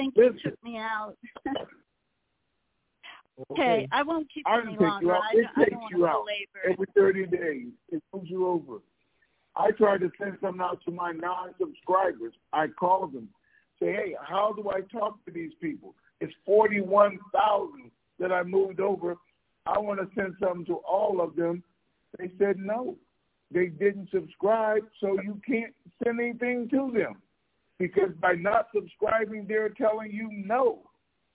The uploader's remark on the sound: Conference Call